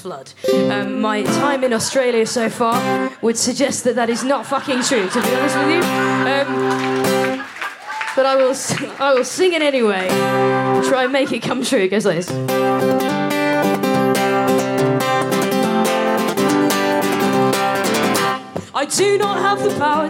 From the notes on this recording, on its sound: Recorded 10 February 2020 at the Miami Marketta on the Gold Coast.